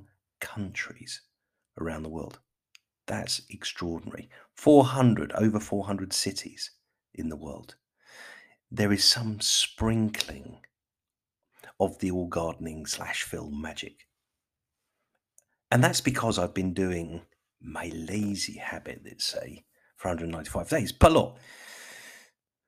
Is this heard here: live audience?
no